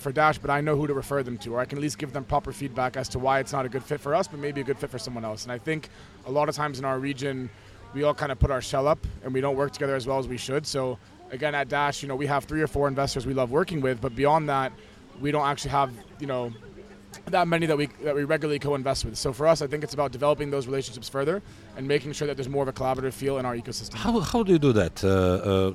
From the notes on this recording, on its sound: The Change Officer Podcast is coming to you from the Step Conference in Dubai Internet City.